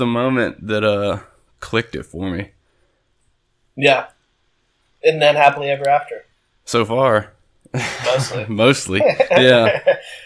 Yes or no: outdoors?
no